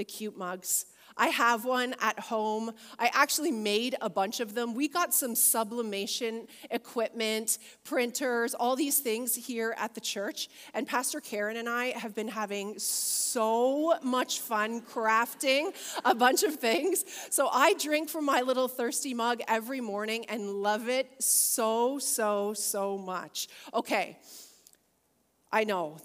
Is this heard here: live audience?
yes